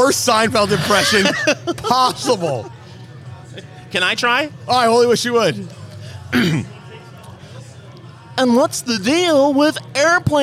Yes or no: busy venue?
yes